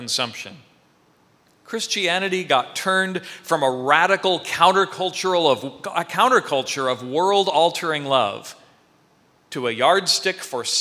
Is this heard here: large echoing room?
yes